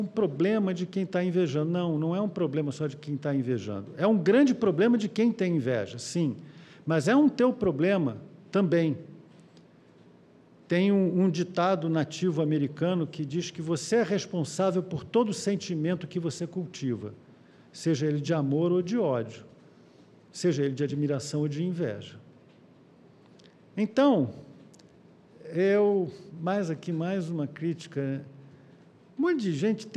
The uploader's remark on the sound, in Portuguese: Palestra ao Vivo